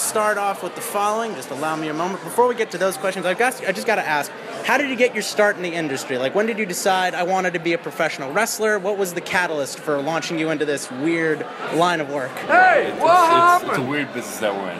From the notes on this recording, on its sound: At the Legends Bar in NYC.